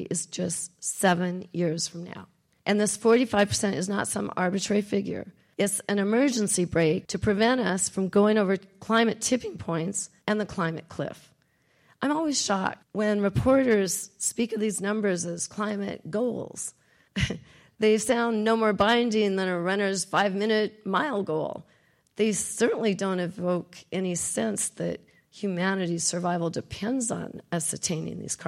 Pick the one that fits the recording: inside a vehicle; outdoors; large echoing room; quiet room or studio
large echoing room